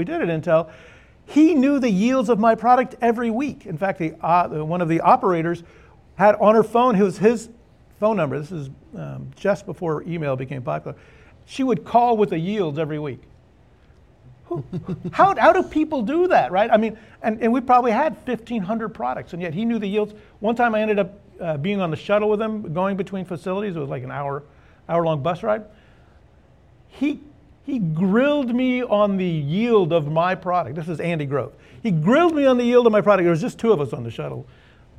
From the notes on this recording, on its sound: The conversation was recorded for a live Austin Startup Week audience